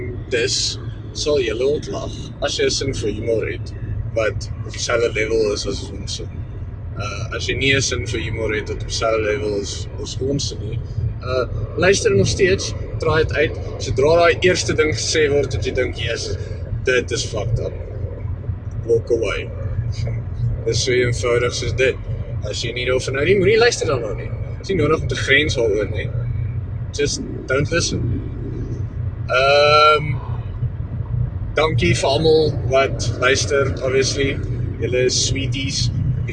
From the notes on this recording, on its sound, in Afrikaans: Soos gewoonlik het ek die intro van die week se podcast in my kar record. Jammer oor die background noise in die eerste deel.